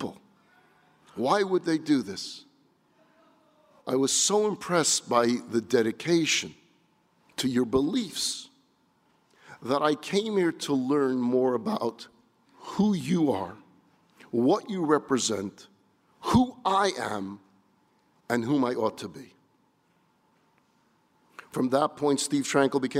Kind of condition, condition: setting, live audience